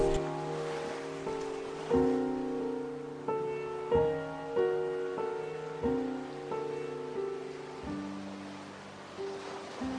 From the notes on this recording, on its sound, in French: en musique, en mots, sur une plage de Rosny-sous-Bois, à l'occasion du festival Hors limites 2021